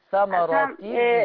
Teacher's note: ما ترفعيش لسانك، لما ترفعيه قوي الراء بتتفخم